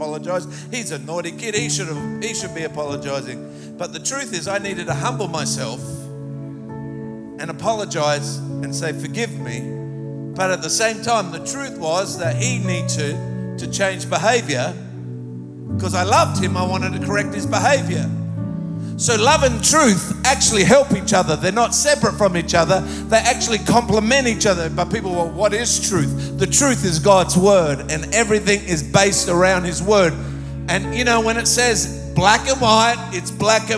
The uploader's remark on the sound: Recorded live at Planetshakers Church (Melbourne) on Sunday 15th of October 2023.